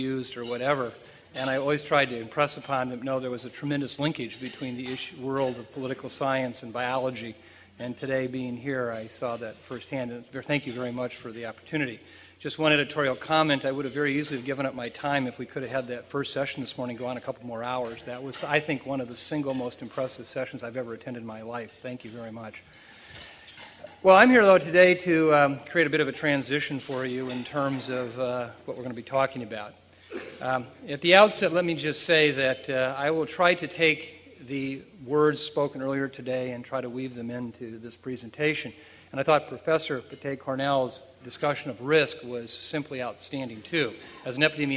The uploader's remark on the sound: at the 2006 Freeman Spogli International Conference